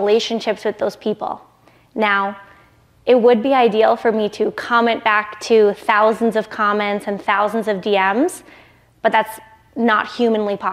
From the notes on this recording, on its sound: I'm sharing a behind the scenes look at the keynote I gave to a room full of 6, 7, and 8 figure entrepreneurs in Whitefish, Montana.